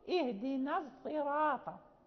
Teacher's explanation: هناك إشمام حرف لحرف، مثلا في قراءة خلف عن حمزة، إذا قرأ اهدنا الصراط المستقيم ويشم صوت الصاد صوت الزال، يقول اهدنا الصراط، يعني يدخل صوت الزاي في الصاد